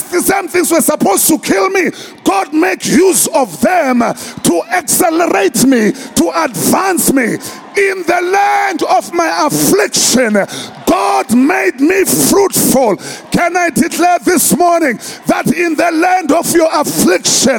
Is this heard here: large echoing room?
yes